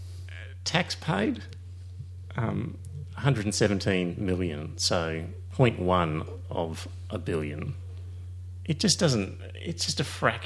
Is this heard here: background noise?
no